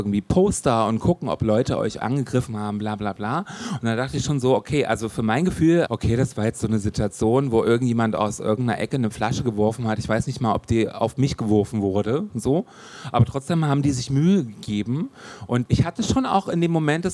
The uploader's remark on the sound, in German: Live aus der Pepsi Boston Bar im SchwuZ